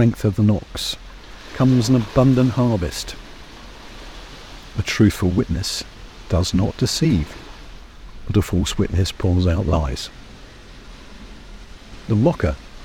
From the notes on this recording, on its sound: The sounds of the sea and of Swanage were recorded today from 'The Haven' on Swanage Bay. Although there are a few noisy people, I hope this natural soundscape helps give atmosphere to this first recording.